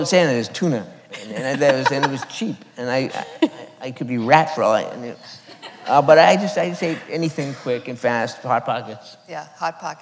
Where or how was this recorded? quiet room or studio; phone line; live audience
live audience